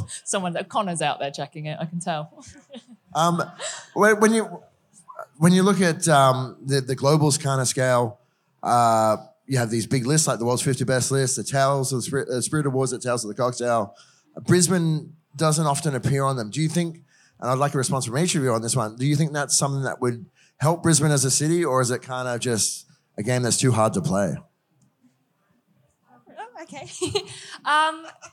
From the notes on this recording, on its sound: This episode is a recording of a panel chat I had up in Brisbane as part of Paramount Liquor’s Future Proof event